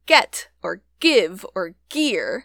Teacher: which you'll notice have a G before front vowels, but unlike Old English, Old Norse had kept the G sound there